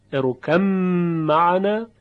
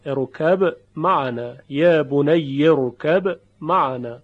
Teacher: و وجه دوم اظهار با قلقله · Shown in: second take